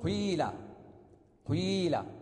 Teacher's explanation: حقيقته وكيفيته هو أن نحرك القاف من قيل بحركة مركبة من حركتين، ضمة فكسرة، وجزء الضم مقدم وهو الأقل، يليه جزء الكسر وهو الأكثر